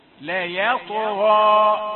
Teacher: هذا نسمعه كثيرا، نقول لا تقل يا، لا يا، لا يا طغى. طاء المفخمة هذه ما ينبغي أن يتعدى تفخيمها إلى ما حولها